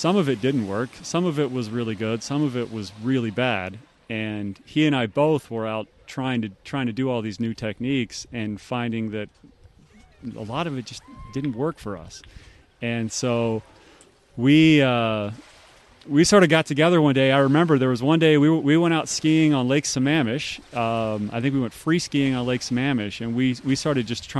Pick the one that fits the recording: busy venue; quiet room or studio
busy venue